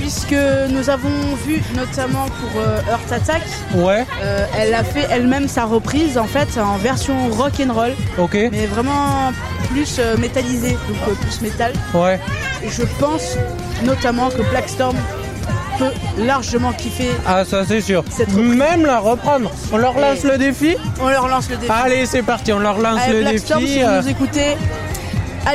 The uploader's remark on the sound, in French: En direct de "Jeunesse en fête" (face c).